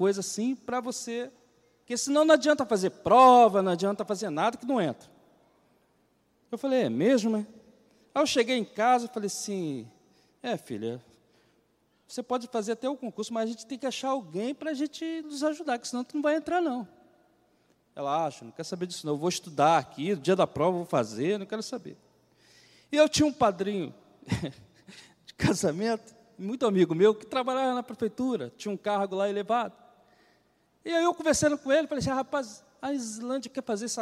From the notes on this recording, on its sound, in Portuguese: CULTO DE LOUVOR E PALAVRA AO VIVO